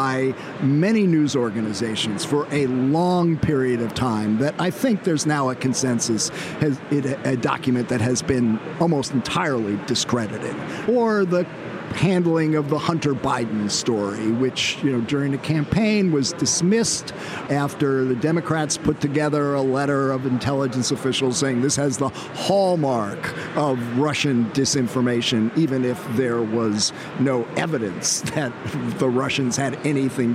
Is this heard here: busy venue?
yes